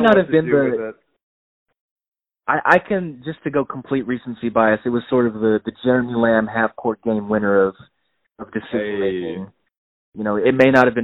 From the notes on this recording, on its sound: Frantically re-record another episode via phone call.